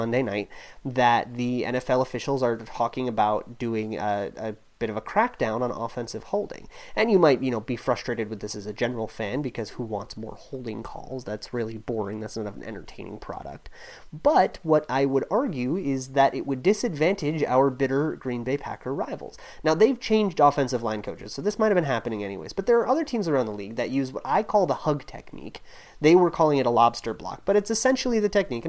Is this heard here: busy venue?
no